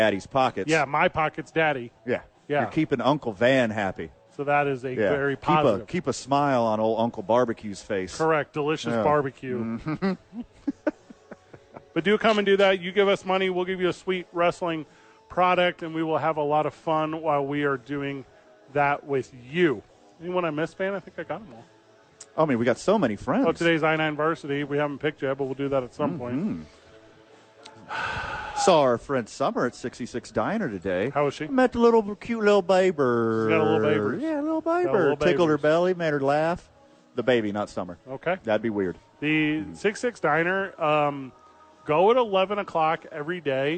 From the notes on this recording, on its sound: live from Safe House!